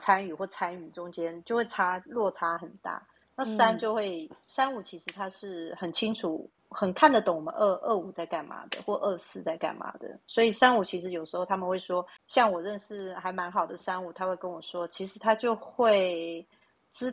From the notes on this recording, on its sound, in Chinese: 此音檔是由club house直播中錄製的。故音質無法與專業麥克風及錄音室錄製比較。所有音檔都已盡最大能力去調整。